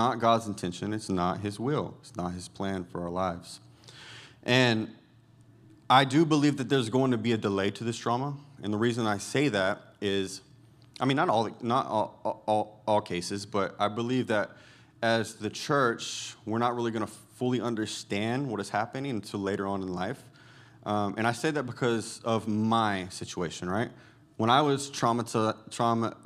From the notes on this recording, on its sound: Recorded Sunday evening service at Reunion Hawaii